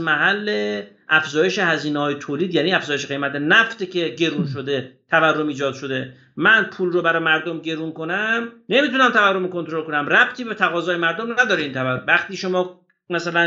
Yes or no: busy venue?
no